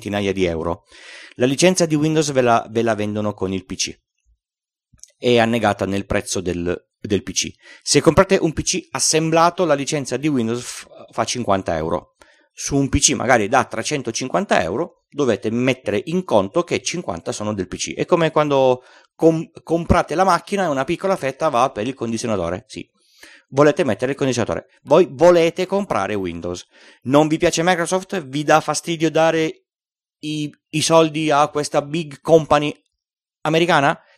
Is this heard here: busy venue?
no